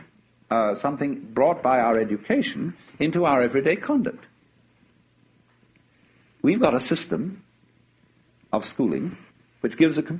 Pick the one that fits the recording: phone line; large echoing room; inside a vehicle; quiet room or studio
large echoing room